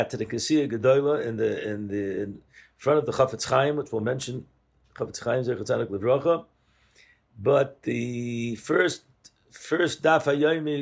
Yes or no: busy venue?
no